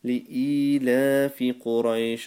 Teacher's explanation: So the E is stretched and the La is stretched, both for the second long